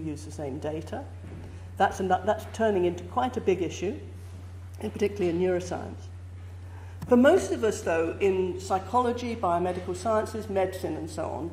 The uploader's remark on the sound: Gives a talk for the Oxford Reproducibility School, held on Wednesday, September 27, 2017, in the Sherrington Lecture Theatre, University of Oxford.